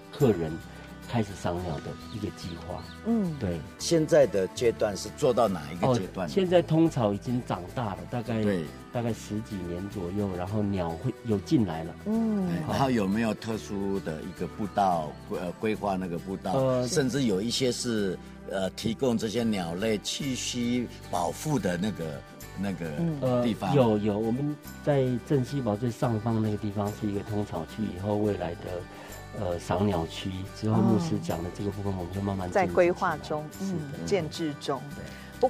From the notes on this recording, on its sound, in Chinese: 鎮西堡，新竹尖石鄉最難到達的部落之一。聽他們帶著錄音機走進山林，腳步輕盈。